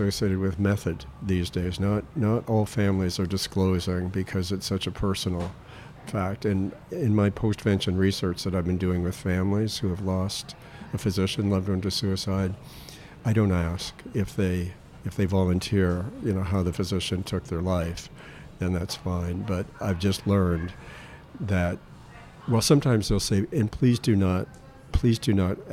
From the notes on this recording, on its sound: This BCR program was recorded in May 2023 at Gebhard's Beer Culture Bar in the UWS of Manhattan. This BCR program was recorded in May 2023 at Gebhard's Beer Culture Bar in the UWS of Manhattan.